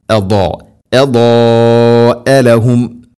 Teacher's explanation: നാവിൻ്റെ ഏതെങ്കിലും ഒരു സൈഡ് അണപ്പല്ലുകളോട് ചേർന്ന് കൃത്യമായി അതിനെ കനപ്പിച്ച് ഉച്ചരിക്കണം · Term: ദാദ്